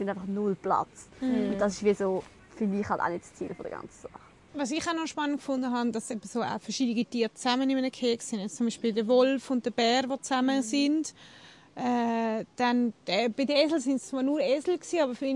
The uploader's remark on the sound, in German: Es ging an einem regnerischen Tag nach Arth-Goldau in den dortigen Tierpark. Erzählen sie in dieser Folge sozusagen live aus dem Park.